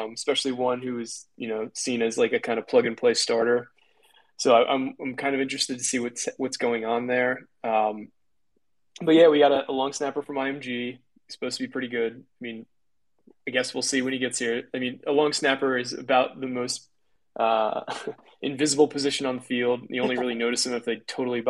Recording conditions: video call